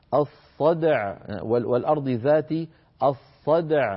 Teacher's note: فأقلقل الدال ثم آتي بالعين من مخرجها من غير أن يميل الحرف الأول إلى الكسر أو إلى أي حركة كانت.